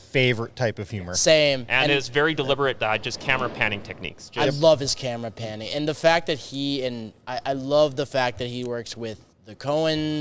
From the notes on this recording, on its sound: Live from Grand Forks Fairgrounds! We are live from the Greater Grand Forks Fairgrounds!